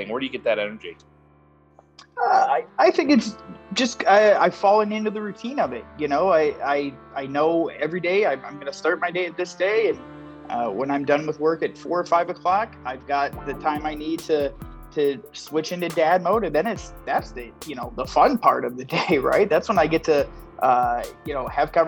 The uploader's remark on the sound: Recorded on Zoom.